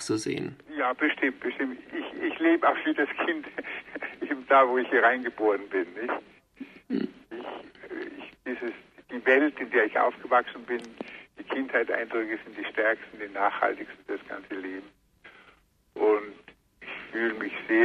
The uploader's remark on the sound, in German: In einem Telefoninterview